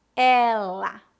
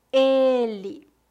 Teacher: Os pronomes femininos são pronunciados com E aberto e os pronomes masculinos com E fechado.